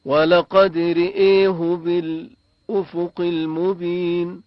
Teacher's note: خب دقت فرمودید در آیه 23 ولقد رئیه بالافق المبین، یعنی اماله را و اماله حمزه. اماله را اینجا در واقع می شود میل دادن فتحه به کسره، و اماله حمزه چون بعدش الف هست می شود میل دادن الف به یا مدی.